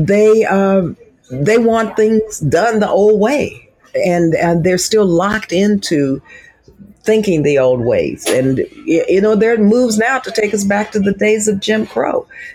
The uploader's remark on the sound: at the She The People conference